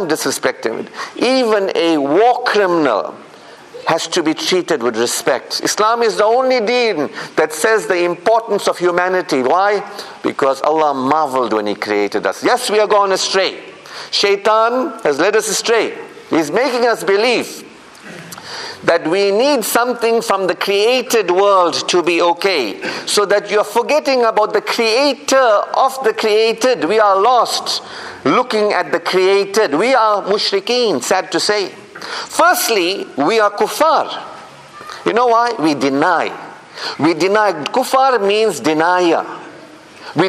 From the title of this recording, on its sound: Jumu'ah Lecture 48 - Ottery Mosque